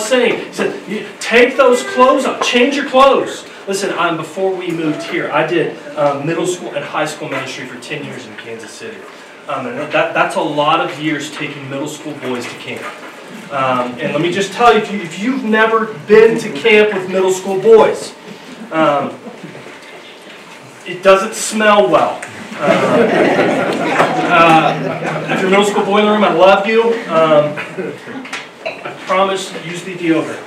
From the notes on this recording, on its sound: Due to no heat in the auditorium we had to move things downstairs, we apologize for the sound quality this week.